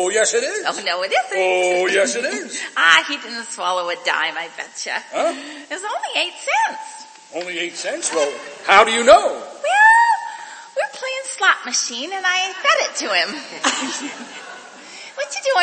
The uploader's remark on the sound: Re-Imagined Radio presented a live performance by Willamette Radio Workshop actors and other community volunteers at Kiggins Theatre in downtown Vancouver, Washington. Audience count: 133. Streamed live on American Senior Radio Network.